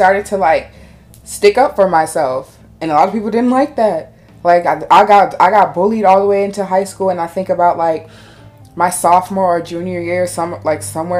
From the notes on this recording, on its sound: Sorry to any headphones, we are still new to this and we don't realize how loud we are sometimes.